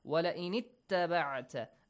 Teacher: Hamzatul wasl will be skipped here, yes?